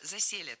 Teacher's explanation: Здесь ударение ставим на корень слова «заселят».